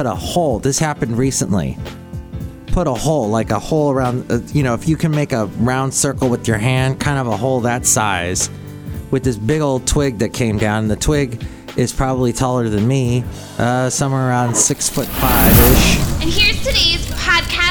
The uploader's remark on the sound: podcasts live from Cafe Anyway